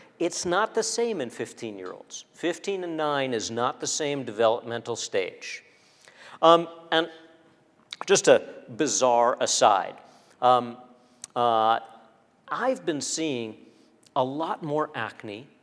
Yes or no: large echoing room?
yes